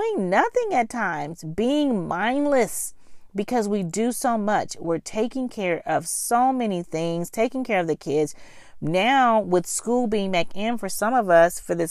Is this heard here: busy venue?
no